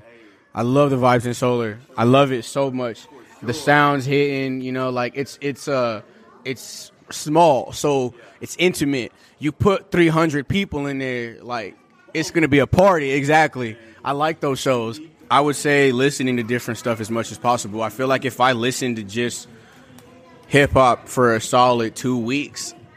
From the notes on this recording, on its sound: Our live podcast event was a sold-out extravaganza at where else but South Sixth Bodega